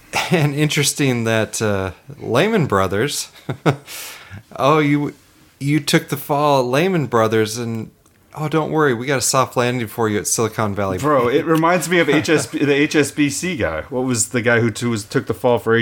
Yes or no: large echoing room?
no